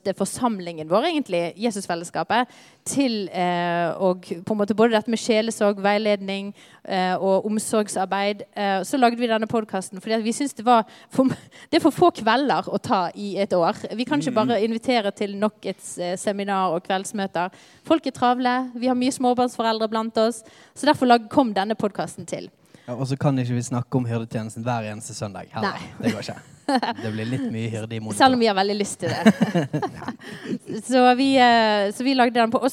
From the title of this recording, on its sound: LIVE fra konferansen "Tjenestegavene" i Jesusfellesskapet